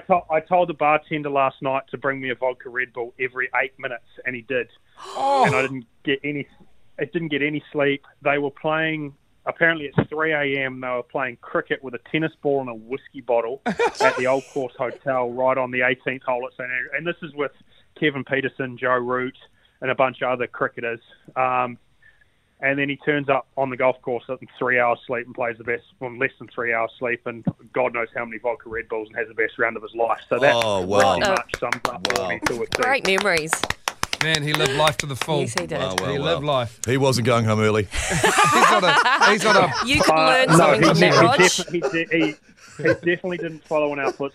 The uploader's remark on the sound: joined on the phone all the way from the UK